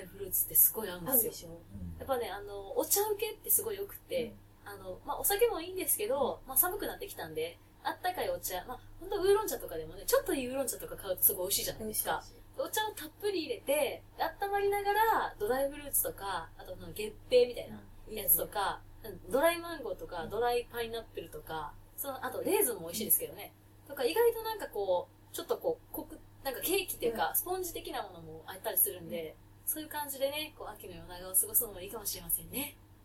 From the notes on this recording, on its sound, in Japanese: 収録超ケアレスミスにより音質が悪いです